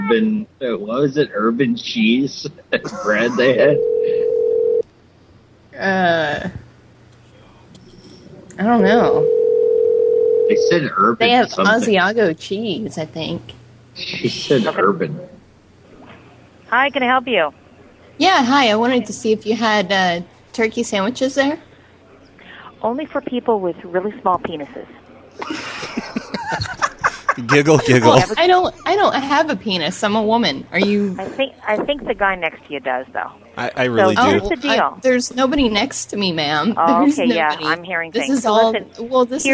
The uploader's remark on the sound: …'s Personal Prank Phone Calls Collection.